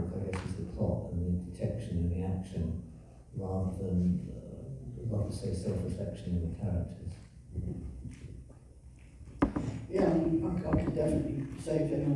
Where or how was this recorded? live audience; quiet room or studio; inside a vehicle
live audience